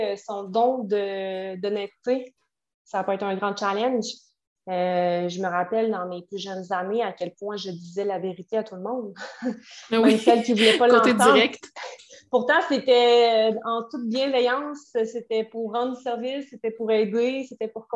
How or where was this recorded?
video call